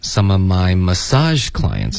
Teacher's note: My 不要加重音 Some of my massage clients Massage 才有重音